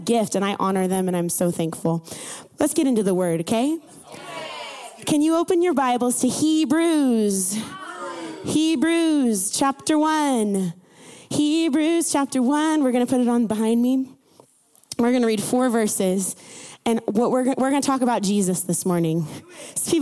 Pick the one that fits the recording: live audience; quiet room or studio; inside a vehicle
live audience